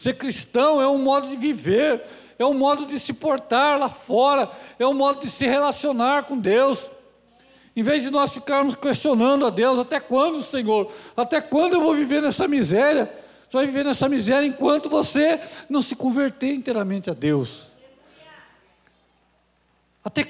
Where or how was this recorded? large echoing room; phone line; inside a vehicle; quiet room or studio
large echoing room